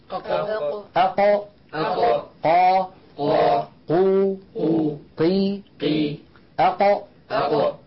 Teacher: المخرج الأول مخرج القاف من أقصى اللسان